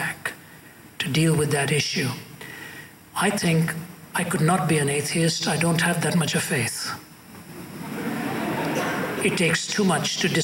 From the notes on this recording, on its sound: At a Q&A session at Columbia University.